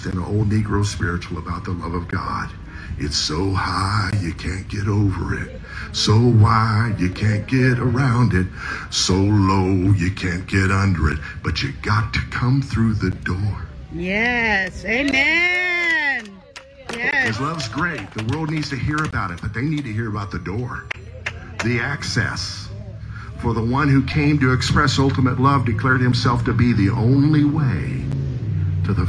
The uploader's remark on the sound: message delivered at Hewlett Park